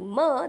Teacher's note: म, that is the bilabial nasal sound